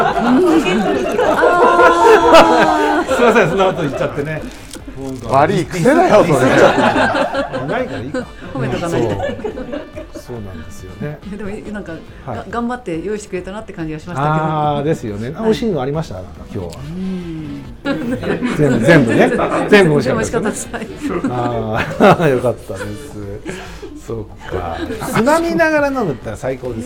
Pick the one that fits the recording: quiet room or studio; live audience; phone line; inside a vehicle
live audience